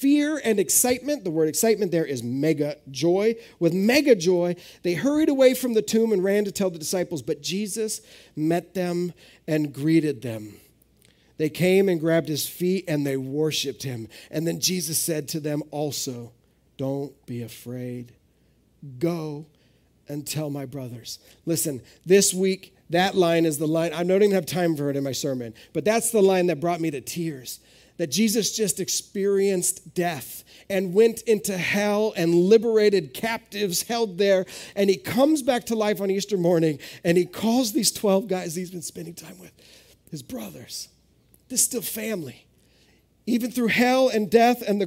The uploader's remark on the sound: This is audio ripped from the Live Service video.